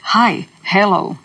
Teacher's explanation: Nisu usklici riječi po porijeklu, one jesu krik. Zapravo to je jedan impuls zraka iz pluća koji prolazi kroz grlo, koje se još nije dovoljno zatvorilo, nije počelo vibrirati i to je taj h. Ili to je ona struja nakon što glasnice prestaju titrati koja se još čuje.